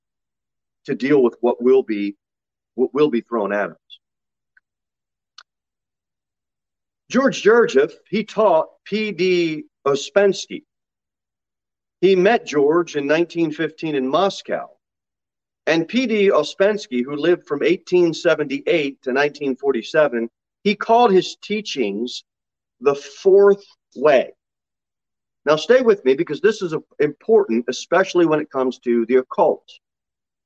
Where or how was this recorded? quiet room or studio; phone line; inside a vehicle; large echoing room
large echoing room